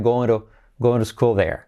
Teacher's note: Going to school sería I como E y T como R suave